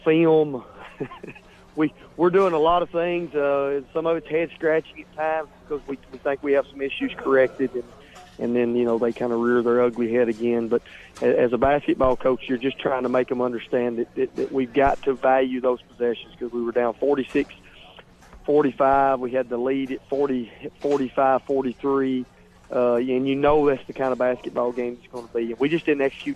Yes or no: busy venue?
yes